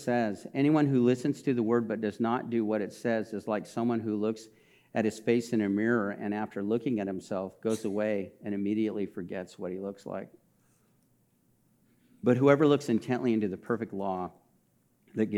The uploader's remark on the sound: This message was recorded during a Sunday service on May 22, 2022